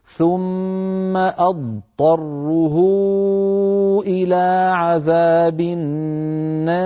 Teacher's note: لابد من بيان الضاد الساكنة ثم بعدها طاء وليس بينهما إدغام